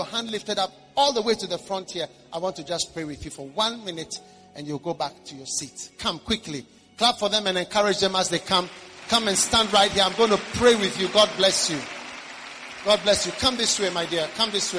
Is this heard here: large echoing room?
yes